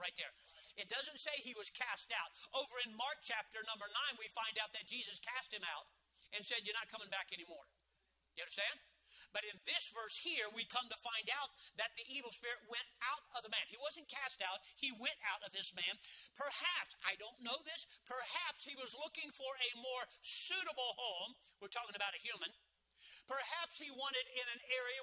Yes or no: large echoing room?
yes